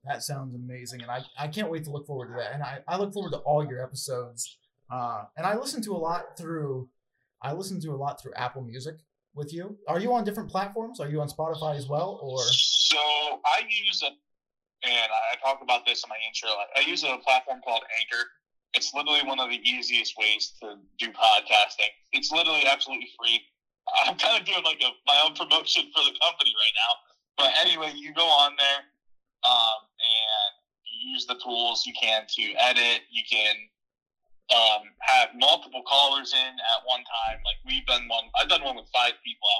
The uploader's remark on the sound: UNEDITED PODCAST. Apologies for the audio quality during the recording.